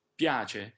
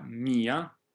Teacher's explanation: la prima è una I che è quasi una consonante, piace, è brevissima, una I brevissima, e invece in mia la I è accentata e anche piuttosto lunga, mia, in alcuni casi mia può essere composta addirittura su due note, mia, intendendola come parola bisillaba, no?